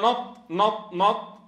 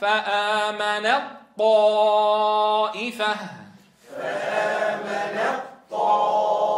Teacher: النون مرققة، لكن أنتقل إلى طاء مشددة · Shown in: second take